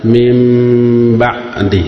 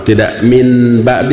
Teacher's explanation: nun mati menghadapi huruf ba, disebutnya apa? Iqlab. Si nunnya berubah menjadi apa? Mim · Shown in: first take